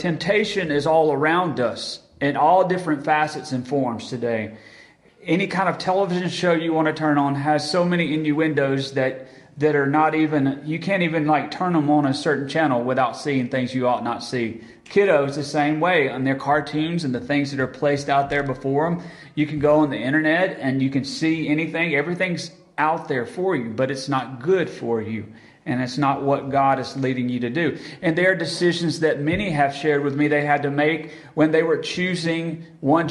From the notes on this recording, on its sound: Recorded at Friendship Baptist Church on September 14, 2022.